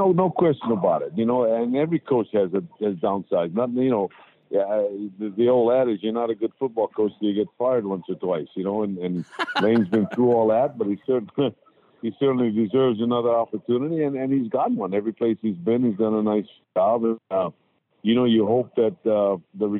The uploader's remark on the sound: on the Modern Woodmen phone line